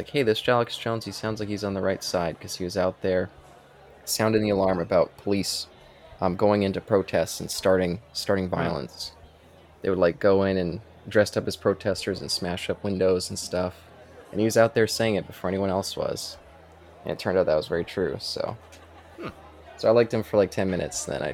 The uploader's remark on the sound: This discussion was recorded in front of a live Bar side audience